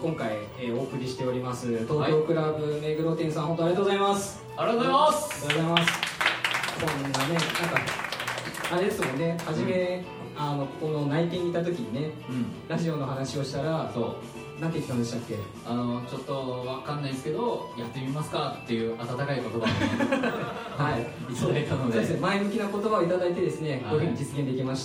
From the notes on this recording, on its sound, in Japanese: 行われた公開収録の模様をお届けします！当日ご来場いただいたお客様にアンケートをお配りし。